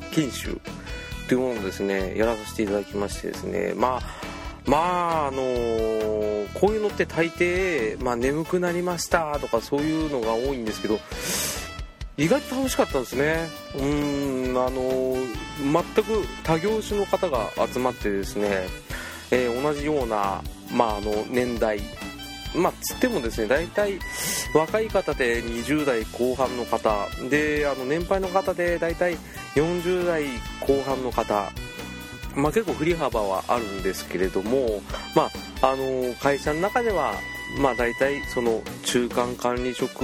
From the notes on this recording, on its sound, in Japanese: 第002回放送は、埼玉県の某駐車場で試験的に録音。防音バッチリでしたが一人コントをしているところを通行人に観られて赤面してしまった。